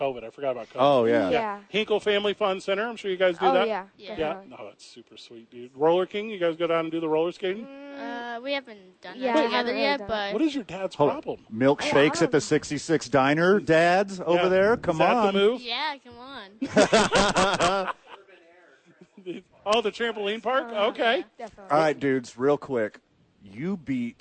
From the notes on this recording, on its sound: live from The Albuquerque Duke Store